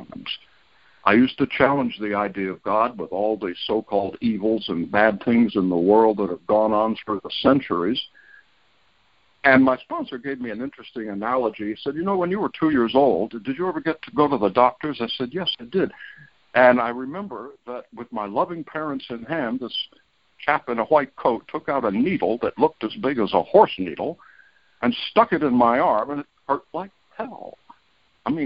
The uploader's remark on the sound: Monday Noon Phone Speaker Series